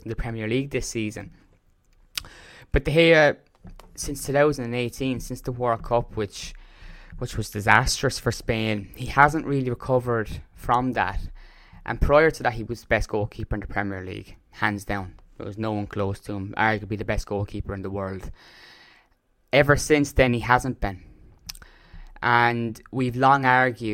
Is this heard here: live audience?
no